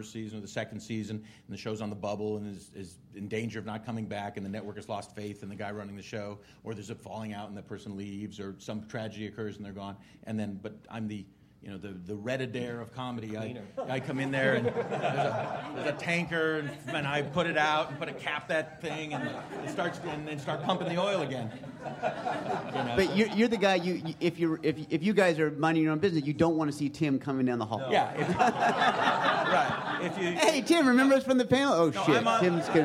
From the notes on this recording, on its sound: Showrunners and Creators panel from ATX Television Festival.